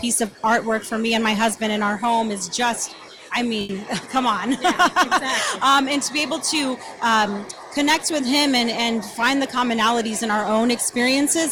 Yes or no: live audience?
yes